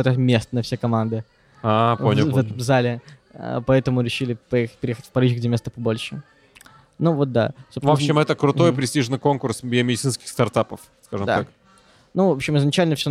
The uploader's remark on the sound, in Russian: В этом подкасте, который мы записали прямо в кафе. Подкаст был записан еще в начале лета.